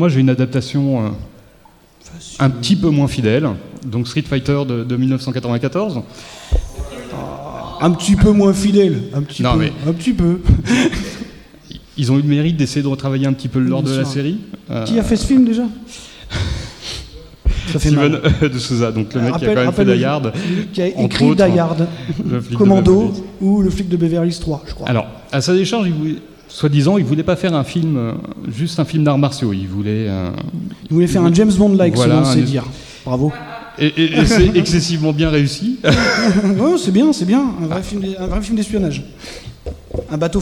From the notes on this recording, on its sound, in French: Premier épisode live enregistré le 21 avril 2019 au festival Podrennes !